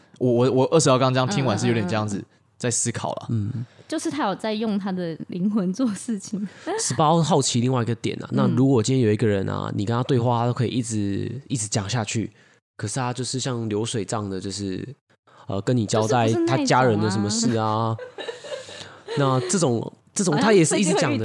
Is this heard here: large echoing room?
no